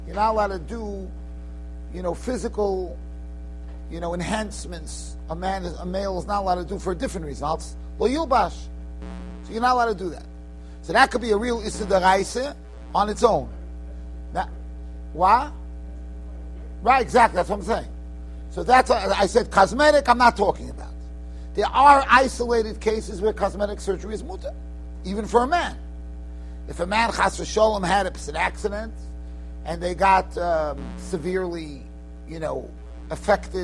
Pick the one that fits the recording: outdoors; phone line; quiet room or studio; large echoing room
large echoing room